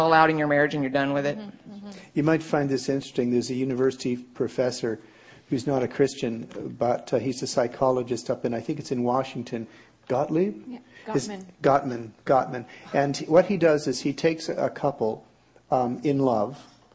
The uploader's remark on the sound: Marriage Seminar Saturday panel discussion